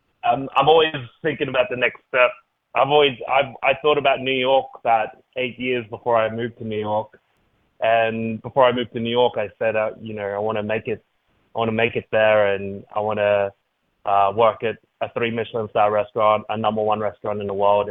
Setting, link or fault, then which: link, phone line